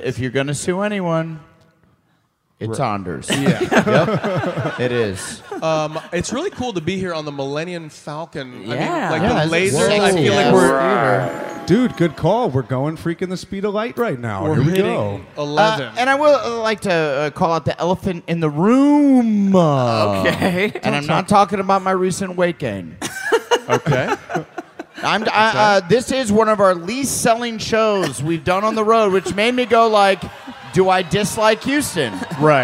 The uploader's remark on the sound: Live from Houston!